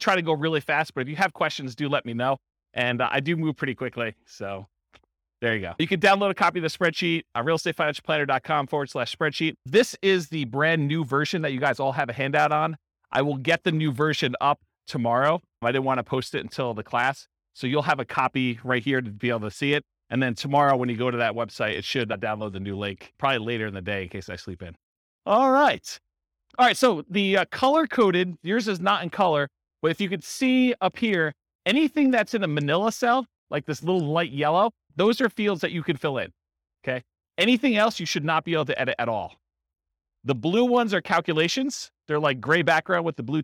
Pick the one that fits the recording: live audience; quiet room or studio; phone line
live audience